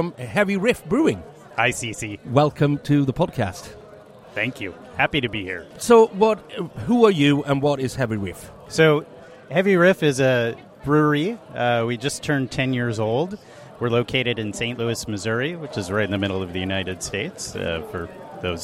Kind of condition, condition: setting, busy venue